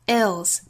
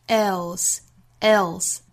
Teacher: 中间包含舌侧音，舌尖要去抵上齿音 L,else, else.很多同学发这个音的时候会把舌侧音给丢了，发成 else, else.要注意舌尖呢是要去够一下上齿音，即使不真的贴住上齿音，但是这个动作是要